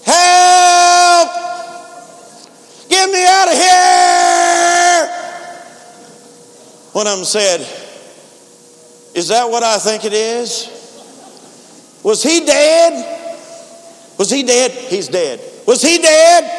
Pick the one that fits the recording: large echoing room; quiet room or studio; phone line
large echoing room